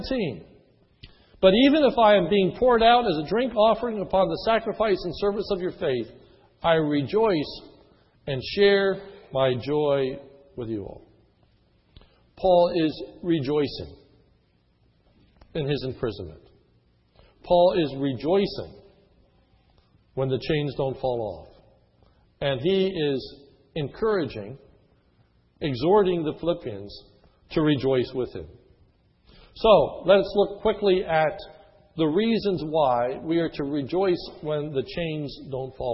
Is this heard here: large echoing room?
yes